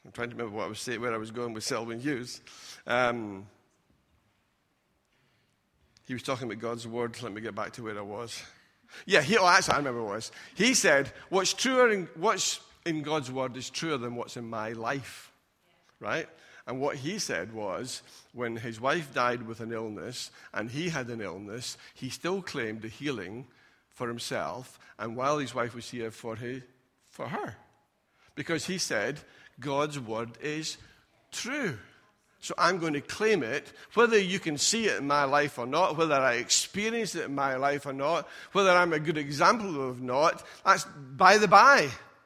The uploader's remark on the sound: Recorded at freedomcentre church, Preston on Sunday 8th December 2019.